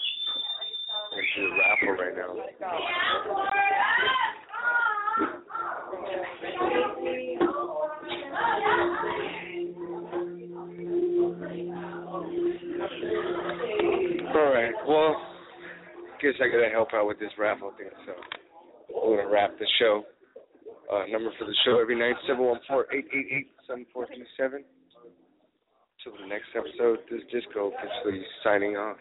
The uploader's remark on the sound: Broadcasting live from the Old Towne Pub in Pasadena, CA.